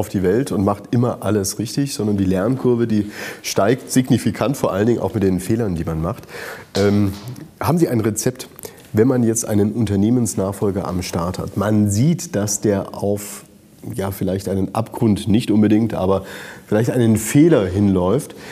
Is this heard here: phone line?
no